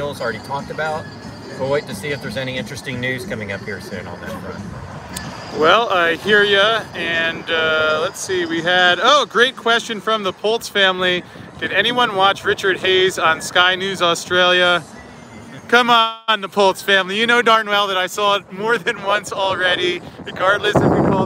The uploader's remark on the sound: Live from the Vegas strip